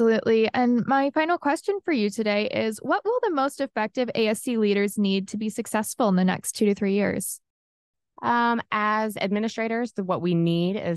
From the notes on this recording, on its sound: This episode recorded live at the 2023 Becker’s Healthcare Business & Operations of ASCs and The Future of Dentistry Roundtable in Chicago.